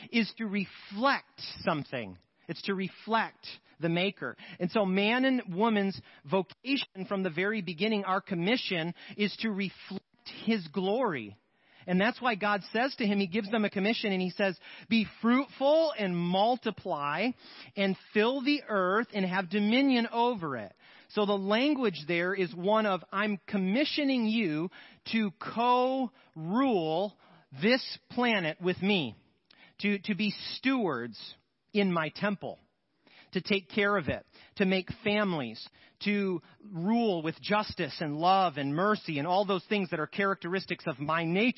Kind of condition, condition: setting, large echoing room